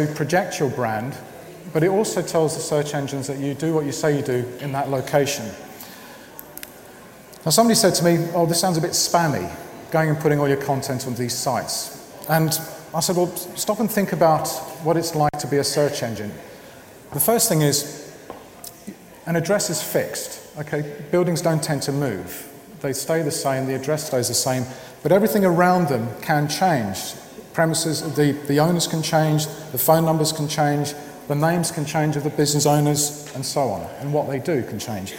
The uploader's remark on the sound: This week’s internet marketing podcast shares a talk from the BrightonSEO conference which took place in April.